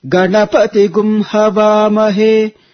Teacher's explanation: You see the syllable Pa. Pa is chanted again upward. · Term: Swarita